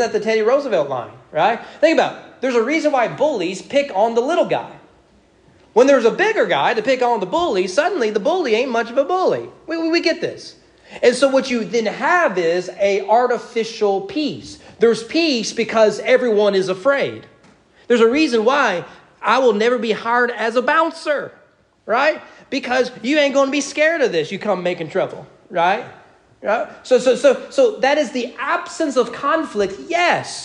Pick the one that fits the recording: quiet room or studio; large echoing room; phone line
large echoing room